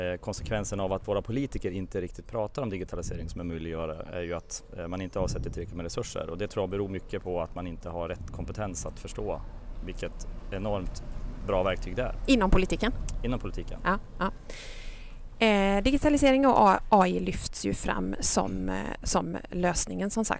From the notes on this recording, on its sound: Avsnitt 91.9 från Almedalen. Under Almedalsveckan kommer Omsorgspodden släppa en serie kortare avsnitt som spelas in live i Visby.